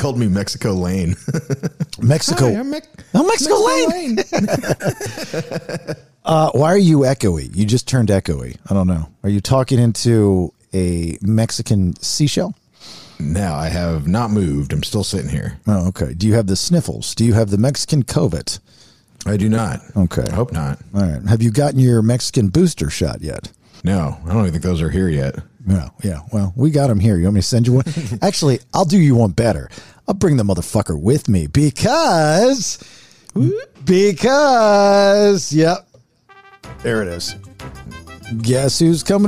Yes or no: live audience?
no